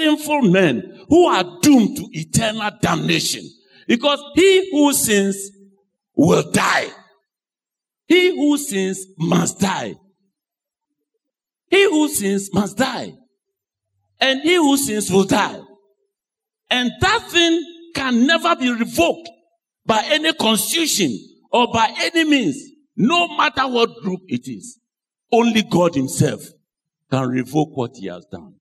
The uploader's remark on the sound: Sermon preached at CBC Adabraka Campus